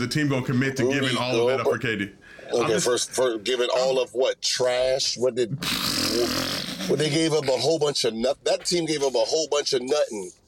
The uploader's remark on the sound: did it while driving